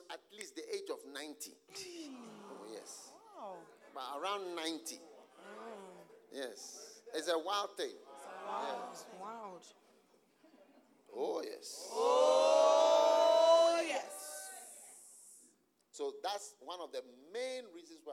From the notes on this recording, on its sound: Preached at the Use It or Lose It Camp, USA.